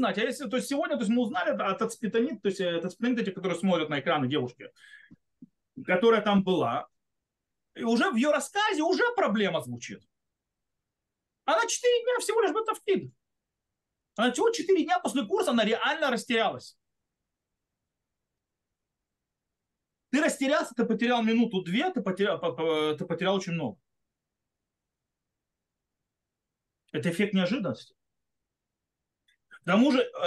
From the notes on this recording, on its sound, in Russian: Запись зум-встречи. Запись немного сумбурная, так как больше должны быть беседа, а не урок.